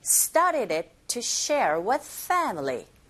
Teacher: 여기서 it과 to와 with가 기능어고 started, share, family. 얘가 내용어들이거든요. 거기에 강세 주셔서 발음하시면 됩니다